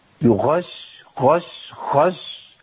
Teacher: جري النفس بقى صوته قريب بالخاء